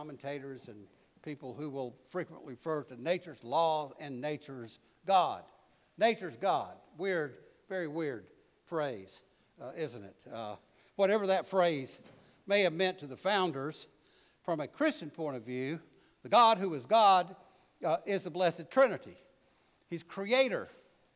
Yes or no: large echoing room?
yes